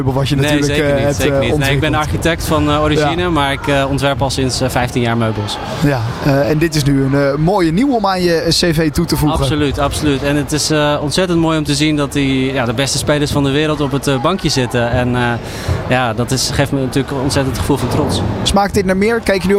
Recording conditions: busy venue